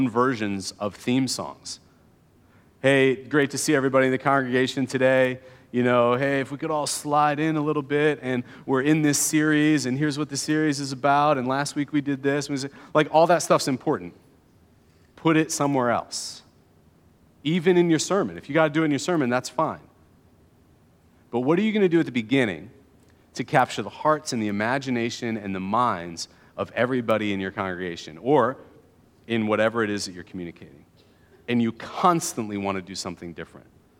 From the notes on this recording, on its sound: keynote address from 2022's Evergreen One Day event